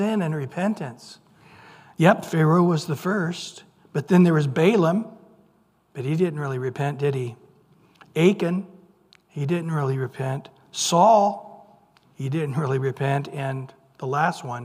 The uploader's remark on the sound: Recorded at Calvary Chapel of Los Alamitos